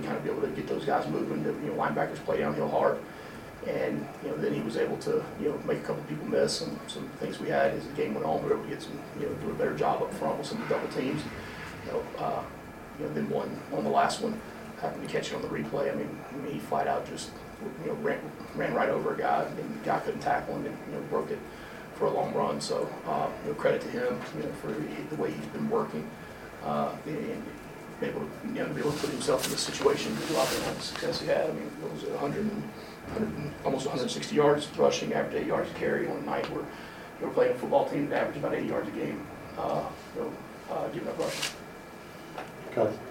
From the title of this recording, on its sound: Postgame Press Conference